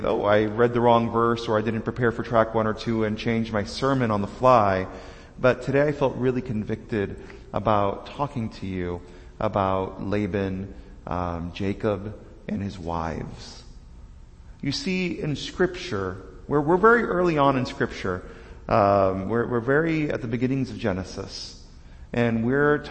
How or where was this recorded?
large echoing room